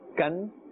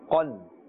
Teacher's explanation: If we say dihaqan, then it's incorrect because we are confusing the qaf, which is supposed to be made with a full mouth, with the kaf. And the kaf has a more gentle and thin sound · Shown in: first take